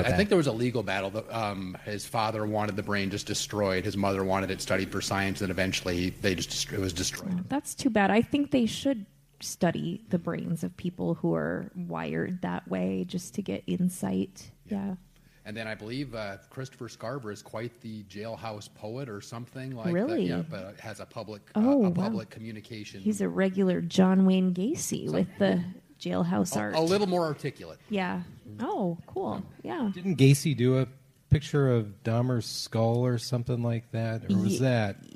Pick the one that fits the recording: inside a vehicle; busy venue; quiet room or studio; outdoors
busy venue